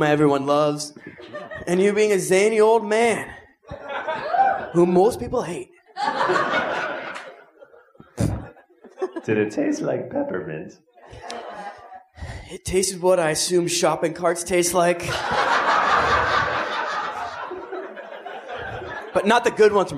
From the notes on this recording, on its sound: Live Show 2015. Record this episode live in front of a studio audience. We put on a visual show so that the audience had something to look.